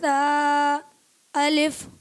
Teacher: سا کی ادائیگی ہوتی ہے زبان کا سرا اور اوپر کے دانتوں کے اندرونی کنارے